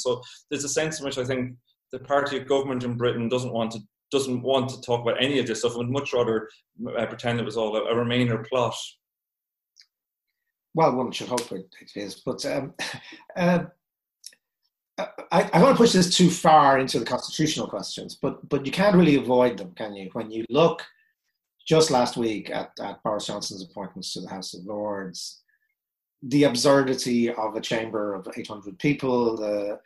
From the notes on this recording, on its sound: This talk was recorded at the online 5x15 event on 5th August 2020.